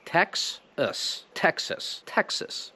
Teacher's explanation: Wiadomo, to jest a schwa. To a na końcu Texas to jest a schwa. Texas. Texas.